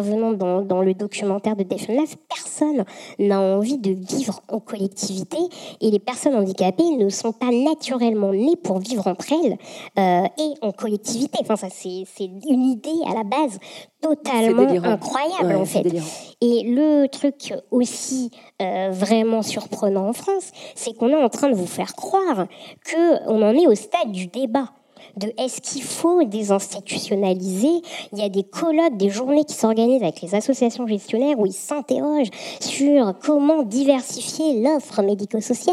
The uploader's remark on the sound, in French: enregistré le 11 octobre 2018 au Carreau du Temple dans le cadre du cycle de conférences « Présent·e·s »